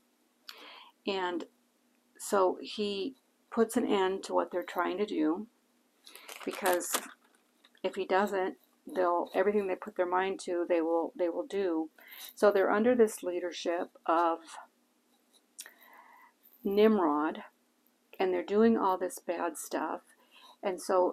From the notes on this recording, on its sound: Warning: lots of noise on this podcast. I couldn’t help the background noise level.